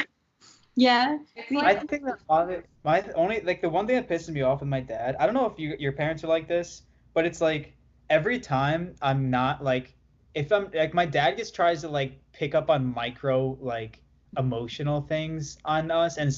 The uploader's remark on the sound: Recorded remotely from Dallas TX, Indiannapolis IN, & Buffalo NY.